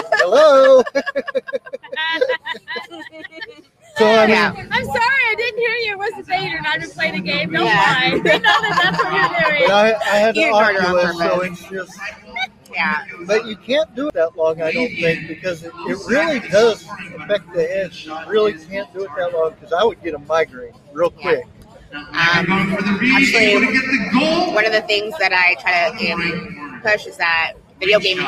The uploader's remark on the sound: TCH Interviews throughout Day 1 of Galveston Island eSports Summit.